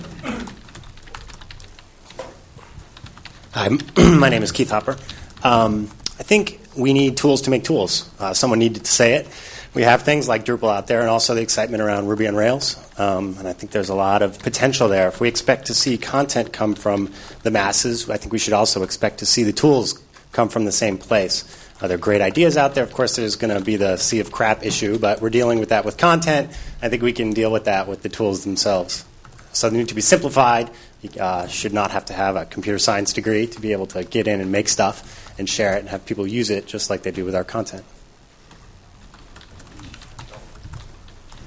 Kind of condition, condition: setting, live audience